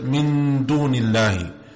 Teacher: So you have the nun sakina and the dal after it, you hide the sound, you make the ghunna sound without merging, but it's a stronger type of ghunna · Term: ikhfa